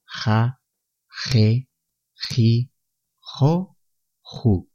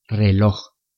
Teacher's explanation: La letra J se pronuncia siempre igual. Es un sonido que se produce por la aproximación de la parte de atrás de la lengua y la parte de atrás del paladar, raspando en la garganta. Se utiliza con las cinco vocales ja, je, ji, jo, ju.